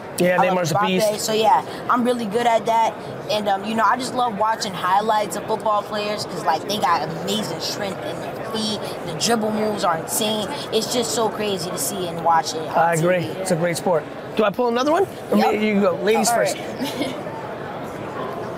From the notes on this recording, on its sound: At Super Bowl LVII Radio Row. We dunked our hands into a bowl of green slime.